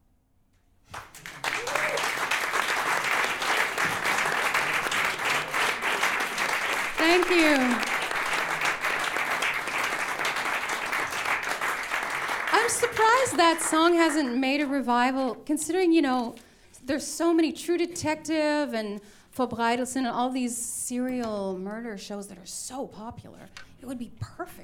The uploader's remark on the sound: Recorded live, March 21, 2015